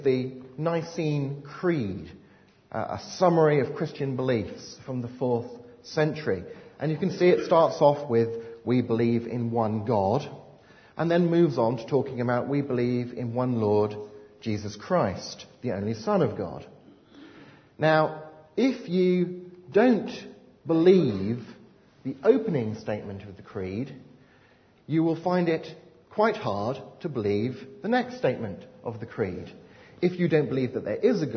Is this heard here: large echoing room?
yes